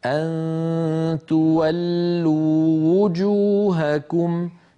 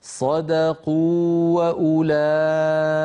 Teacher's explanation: مرت معنا في هذه الصفحة من جملة ذلك أن تولوا وجوهكم تولوا آخرها واو مدية وجوهكم أولها واو مضمومة فالتقى في النطق واوان علينا أن نبينهما هكذا أن تولوا وجوهكم ببيان الضمة لواو وجوهكم